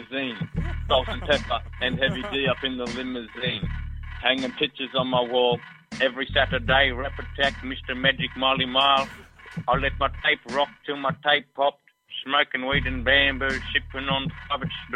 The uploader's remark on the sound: We try our best on the mic and then hand over to our callers.